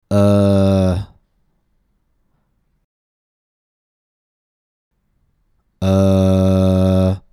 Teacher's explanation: It's that neutral, relaxed sound where there's no muscular movement of the tongue, the lips, or the jaw.